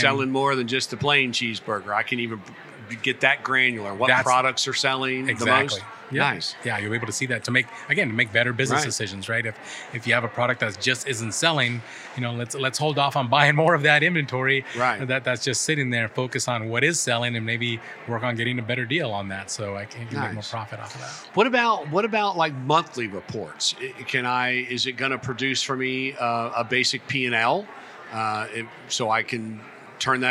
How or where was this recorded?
busy venue